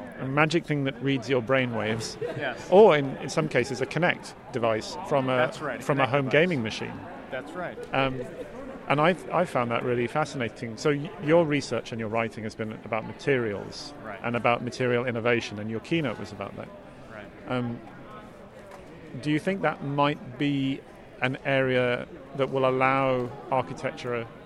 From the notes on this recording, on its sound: Live from day two of NCBDS 31. Special "live" conference podcasts.